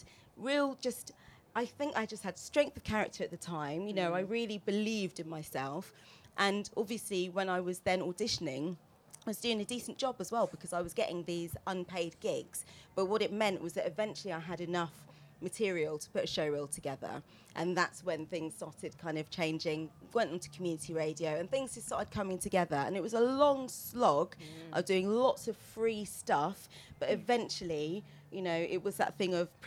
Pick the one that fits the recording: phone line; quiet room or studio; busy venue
busy venue